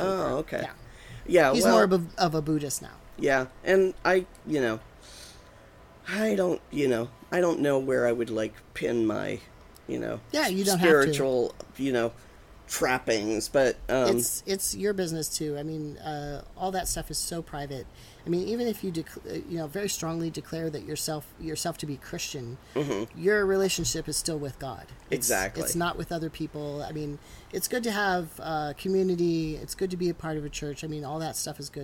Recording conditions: sounds in the background